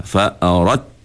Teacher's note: Dal dah dimasukkan dalam ta. · Term: idgham al-mutajanisain